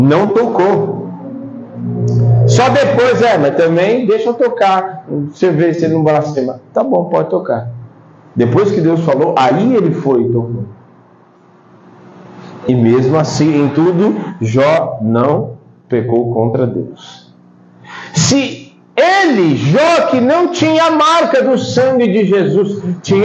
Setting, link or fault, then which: setting, large echoing room